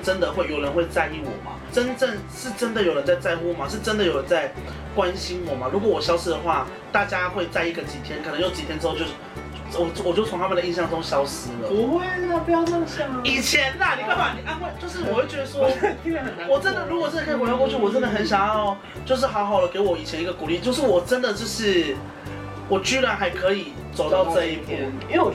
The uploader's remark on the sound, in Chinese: 拍攝當天工作室外大雷雨，偏偏收音器材又沒處理好。